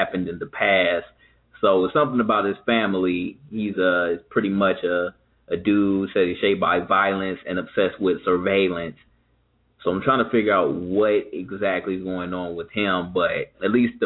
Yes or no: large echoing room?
no